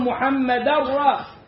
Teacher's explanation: بس لما تيجي توصله باللي بعديه تقول محمد را لأنه تنوين بعد راء يبقى إدغام كامل بغير غنة